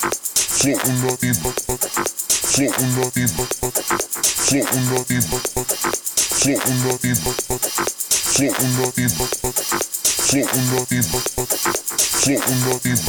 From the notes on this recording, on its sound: This was recorded on an legendary night at GoldenGate in Berlin